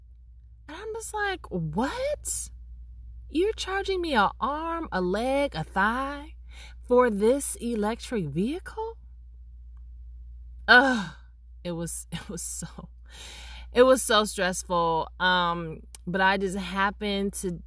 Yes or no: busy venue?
no